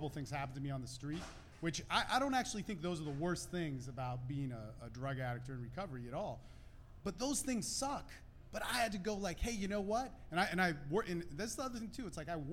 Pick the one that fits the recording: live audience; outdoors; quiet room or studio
live audience